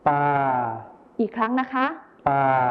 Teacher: คำว่าป่าในภาษาถิ่นอีสานจะไม่ใช้คำควบกล้ำรอลิงนะคะ